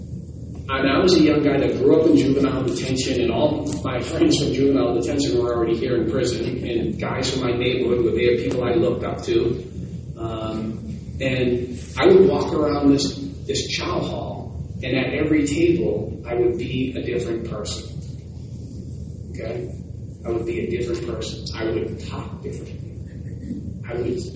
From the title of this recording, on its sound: West Michigan Restorative Justice Conference | April 22, 2023 LIVE